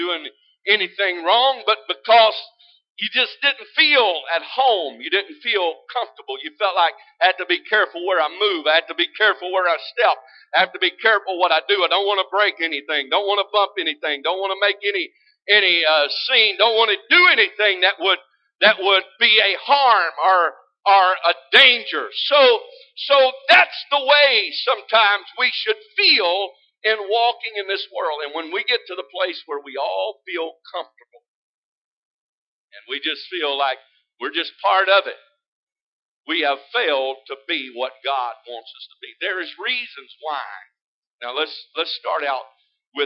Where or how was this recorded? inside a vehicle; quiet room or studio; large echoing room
large echoing room